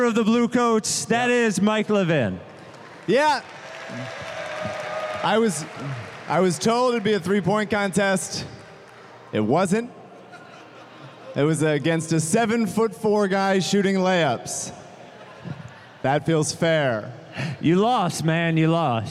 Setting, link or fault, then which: setting, live audience